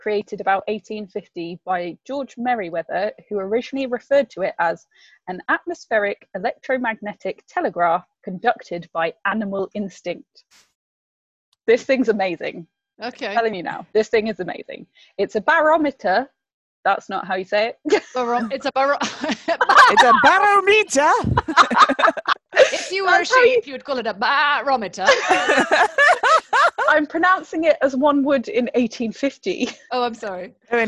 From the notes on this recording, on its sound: This episode was recorded via Zoom cus we were still in lockdown